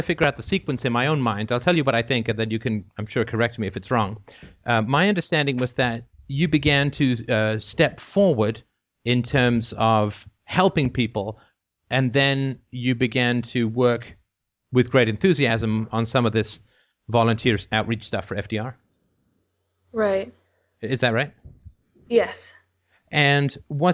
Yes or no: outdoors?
no